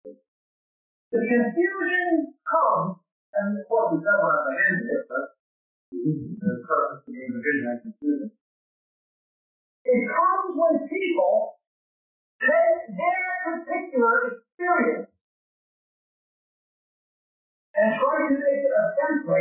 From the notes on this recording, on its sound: We apologize for the quality of this recording. It was from the 1990's to 2000's when audio recording was not as good as it is today. Even though we were able to edit the original recording to get this version it is still of very poor quality.